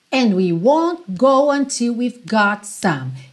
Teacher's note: E aqui a gente tem até esse acento forte em won't go e got some.